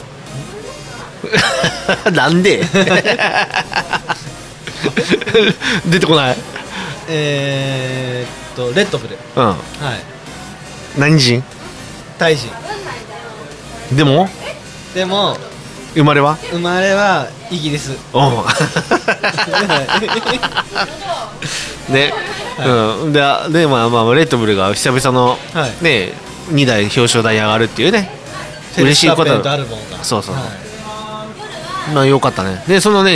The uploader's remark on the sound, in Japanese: 愛知県東海市を中心に、お酒を呑みながらおじさんが喋るラジオ。東海市名和町にございます「志げ家」さんで収録！